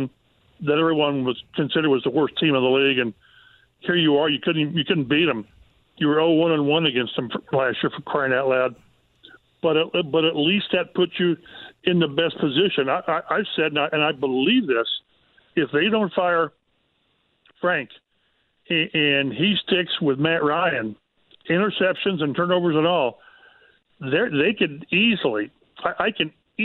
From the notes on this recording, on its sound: Opens the phone lines up and takes some questions from listeners. He also answers some questions from fans online, and through the phone lines.